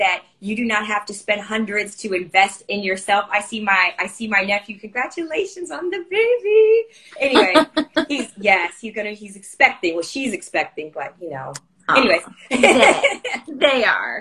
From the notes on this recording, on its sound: Today's episode includes the audio of an Instagram Live